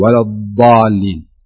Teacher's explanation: الاستطالة المقصود فيها أن يمتد اللسان على الأضراس. يمتد اللسان على الأضراس ويكون مشدود لأنه حرف استعلاء